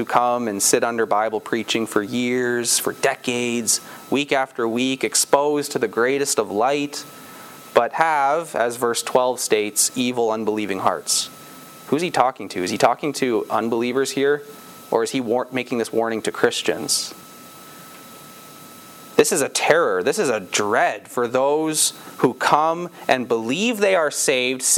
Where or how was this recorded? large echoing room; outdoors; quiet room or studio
large echoing room